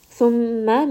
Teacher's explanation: Thumma meem has a shadda. So I am going to give it some ghunna, bring it up into the nose.